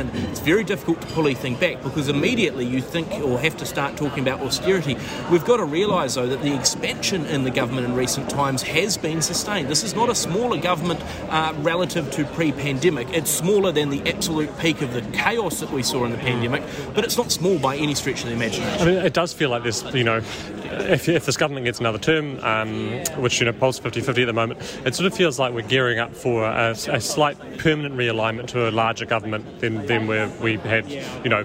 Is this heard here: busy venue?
yes